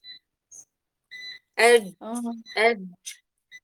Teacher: جيم متعطشة فيها نفس